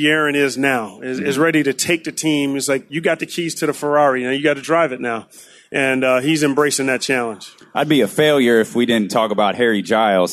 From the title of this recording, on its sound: Live At Sports Fest